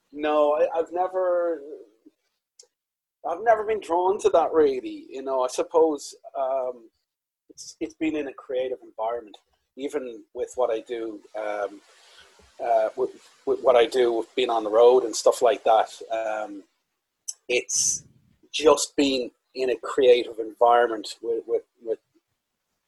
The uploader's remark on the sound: Recorded over Zoom during lockdown so apologies for the audio quality.